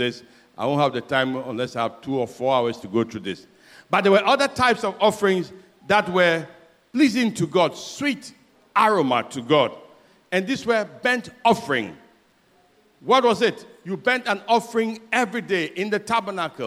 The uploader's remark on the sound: Sermon preached at CBC Adabraka Campus.